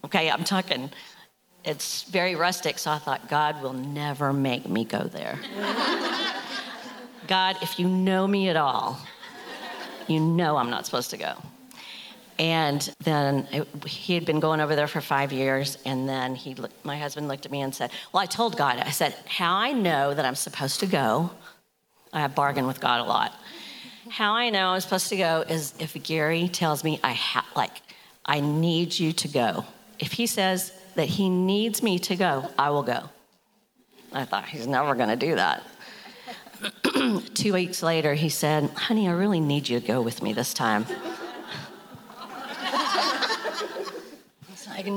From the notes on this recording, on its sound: From the 2023 Interactive Women's Leadership Conference. Q&A with audience members.